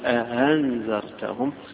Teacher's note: هي مش هاء ولكنها ألف مسهلة أو همزة مسهلة، فلذلك تيجي من الحلق